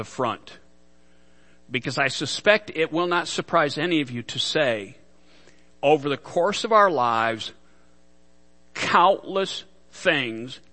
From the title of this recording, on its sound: Worship Service - Audio